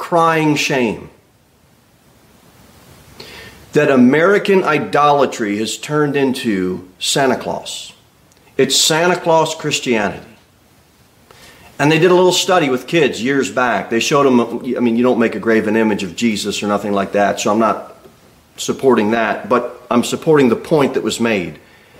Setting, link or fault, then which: setting, large echoing room